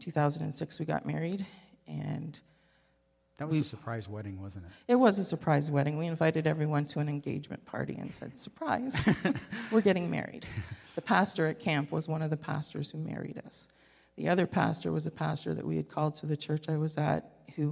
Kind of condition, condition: setting, large echoing room